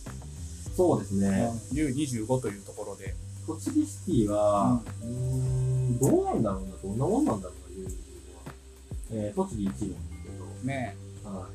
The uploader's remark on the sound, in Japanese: 工事BGM...音質悪くてすいません。